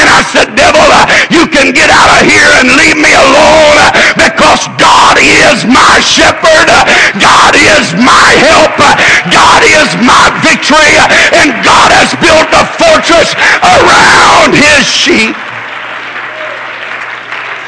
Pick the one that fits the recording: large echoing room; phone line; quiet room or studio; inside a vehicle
large echoing room